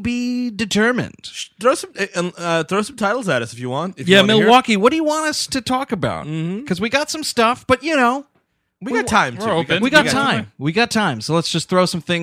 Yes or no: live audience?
no